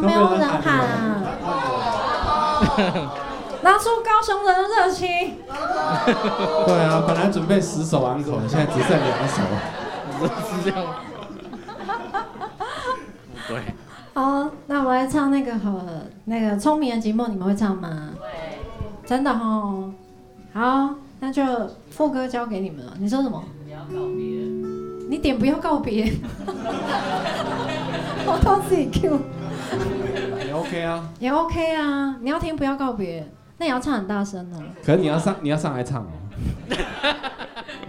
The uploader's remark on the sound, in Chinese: 巡演的第八站我們來到了高雄的曾記熱炒店。整集不斷地聽到大家的碗筷碰撞聲，甚至從演出開始到結束前十分鐘都沒有停止上菜。本集為高雄場現場收音錄製。左營高鐵逼逼發車聲。曾記熱炒廚房直擊煎煮炒炸聲。